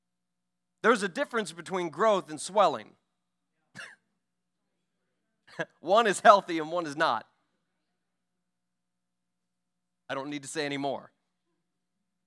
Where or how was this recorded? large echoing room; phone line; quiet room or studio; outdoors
large echoing room